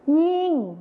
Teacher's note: จะเป็นหญิงเสียงขึ้นจมูกนั่นเอง